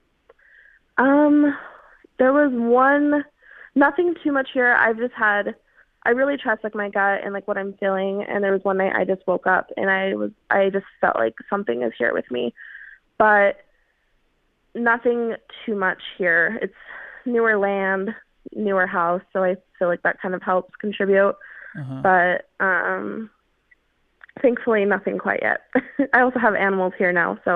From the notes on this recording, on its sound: Listener Phone Call.